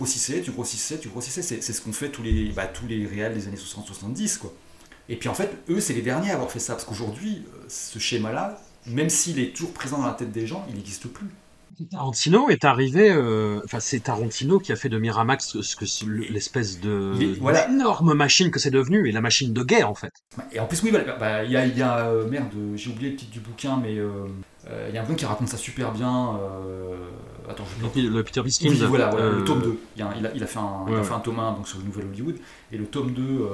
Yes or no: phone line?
no